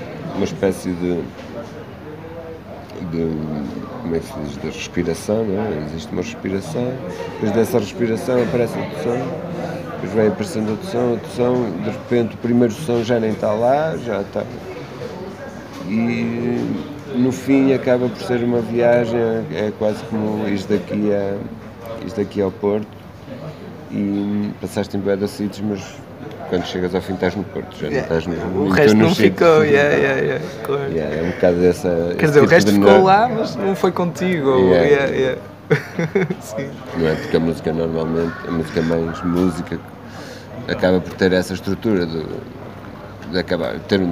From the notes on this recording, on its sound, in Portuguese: Entrevista gravada na "Matinoise" das Cantigas do Poço no Rockstar pub, em Braga.